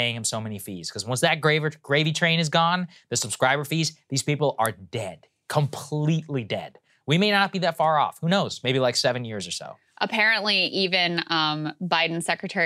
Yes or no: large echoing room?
no